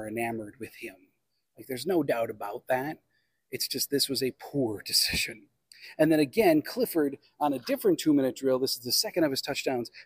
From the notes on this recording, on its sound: on location at Lambeau Field